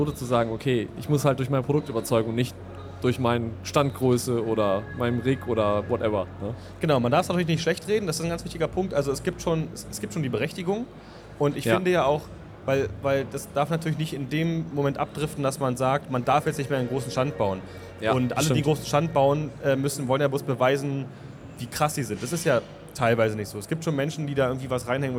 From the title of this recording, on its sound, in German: Community Podcast live von der Leat Con2023